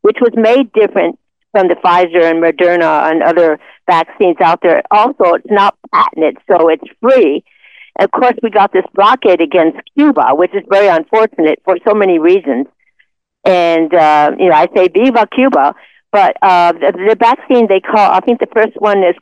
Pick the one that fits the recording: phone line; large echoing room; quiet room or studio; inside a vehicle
phone line